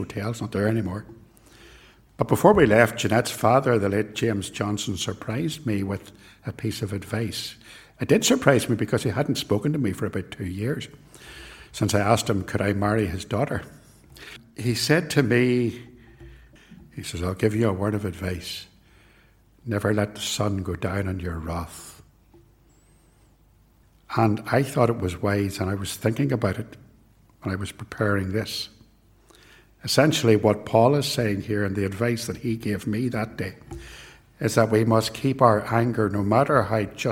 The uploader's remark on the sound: This sermon was preached at both Ballymacashon and Templepatrick Reformed Church. It was recorded at TRC.